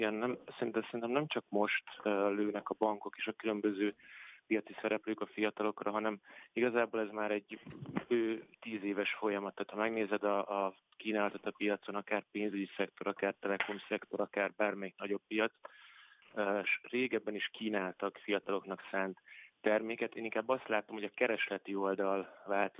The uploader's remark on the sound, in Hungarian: Telefonos vendégei.